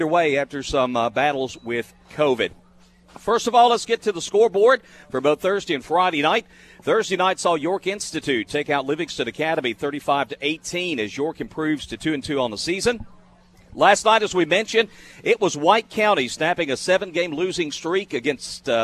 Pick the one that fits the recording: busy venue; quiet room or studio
busy venue